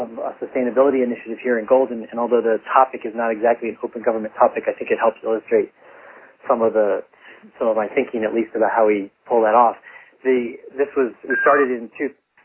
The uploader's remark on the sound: The Open Gov conference call series focuses on case studies, challenges, ideas and solutions from communities across the country.